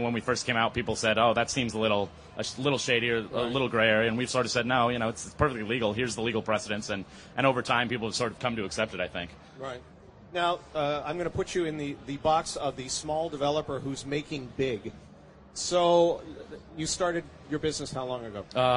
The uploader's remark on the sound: Macworld Podcast Live from Expo